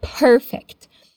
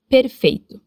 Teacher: quando a palavra começa com P e depois tem uma vogal, a gente vai fazer um negócio que a gente chama de puff of air · Shown in: first take · ou seja, é um sopro de ar.